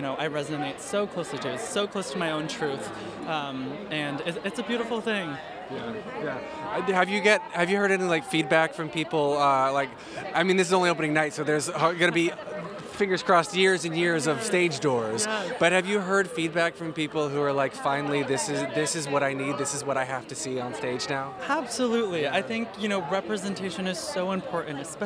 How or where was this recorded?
busy venue